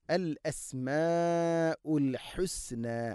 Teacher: അൽ അസ്മാഉ മദ് മുത്തസിലാണ് അവിടെയുള്ളത്. നാലോ അഞ്ചോ ഹർക്കത്തിൻ്റെ ഖദറിൽ നിർബന്ധമായിട്ടും നീട്ടണം.